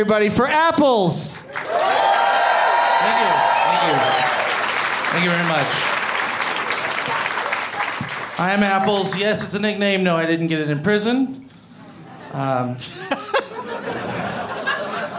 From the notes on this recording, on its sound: Live from Comedy Works in Denver